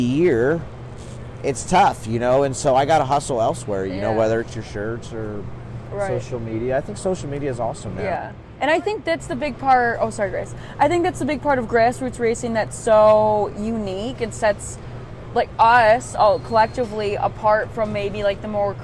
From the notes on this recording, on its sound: live from the Chili Bowl Nationals in Tulsa, Okla.